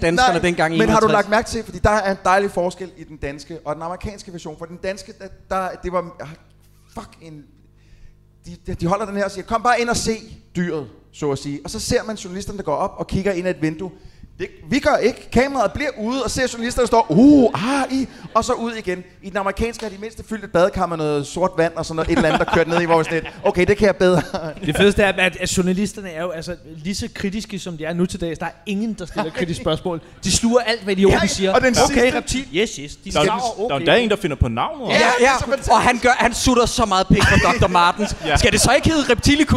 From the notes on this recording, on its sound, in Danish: Gik Dårligdommerne på scenen på Bremen Teater. Det var intet mindre end en fantastisk aften, og vi vil gerne takke alle jer der var der.